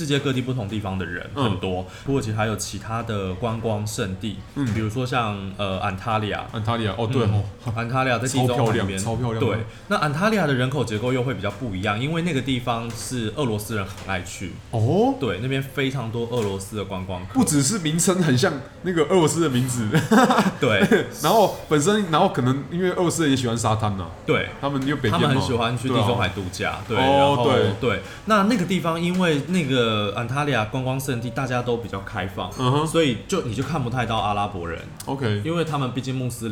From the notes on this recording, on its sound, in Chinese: 本集白噪音指數：蚊風級 1/5。錄音地點：登陸土星土耳其咖啡永康店。